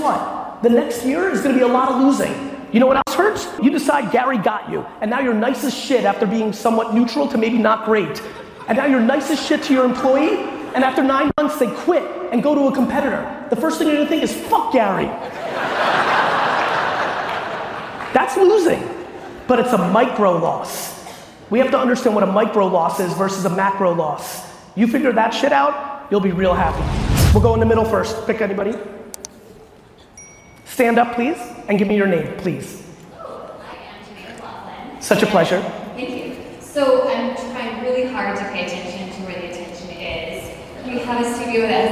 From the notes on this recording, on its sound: live Q&A I gave in Las Vegas